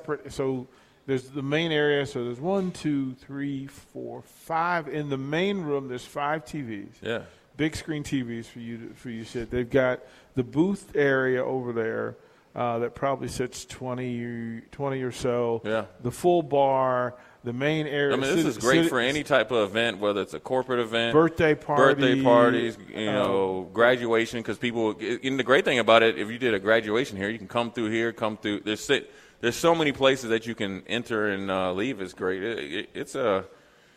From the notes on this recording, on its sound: LIVE from Mary Ellen's